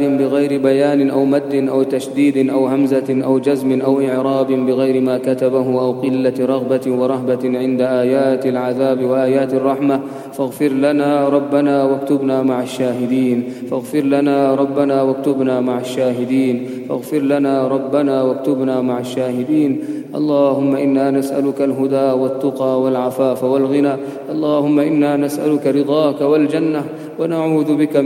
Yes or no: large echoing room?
yes